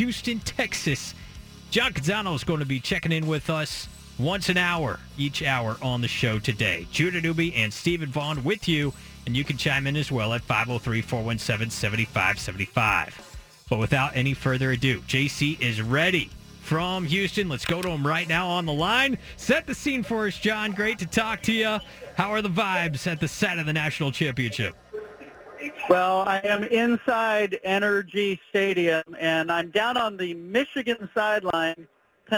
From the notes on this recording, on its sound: Calls in live from Houston and NRG Stadium, site of the National Championship Game between Washington & Michigan.